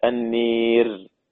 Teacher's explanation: الإمام أبي عمرو بيقرأ بإمالة كلمة النار، بإمالة الألف هكذا النير · بيميل الألف قبل الراء المتطرفة المكسورة